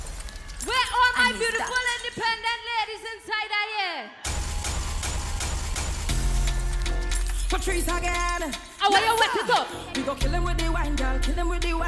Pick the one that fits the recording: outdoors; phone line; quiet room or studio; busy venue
busy venue